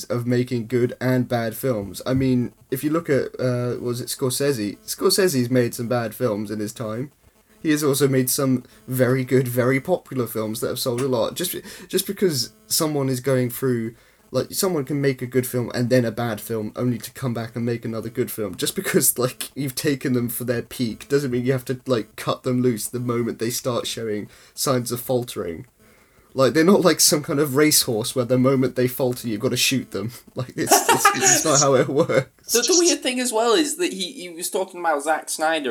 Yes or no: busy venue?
no